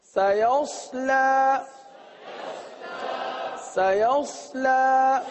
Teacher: تو سین کو باریک پڑھنا ہے، صاد کو پر پڑھنا ہے. کس طرح؟